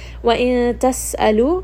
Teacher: seen is going to have safir, so make sure you rest on this and give it a little bit of that whistle